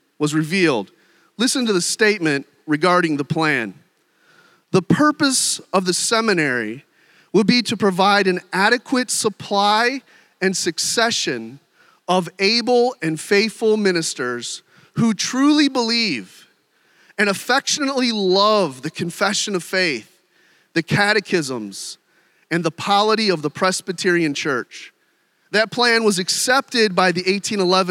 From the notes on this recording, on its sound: During one of our breakout sessions. The Gathered and Scattered Podcast features keynote and breakout sessions from our annual conference at Redeemer Presbyterian Church in Detroit, MI.